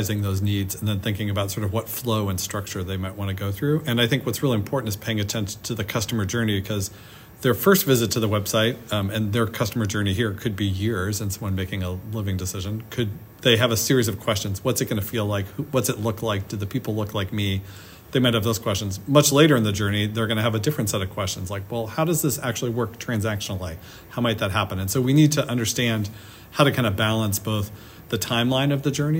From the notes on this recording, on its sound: on site in Boston for NESHCo’s annual conference